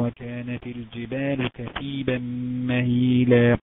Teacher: الجبال مد طبيعي حركتين، كثيبة طبيعي حركتين، مهيلة طبيعي حركتين